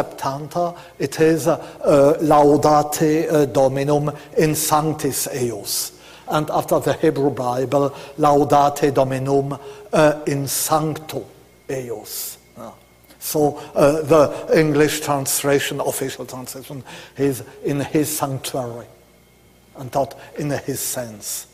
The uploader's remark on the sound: delivered March 5th 2009, at the University of Chicago.